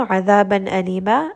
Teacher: عَيْن is going to be from the middle of the throat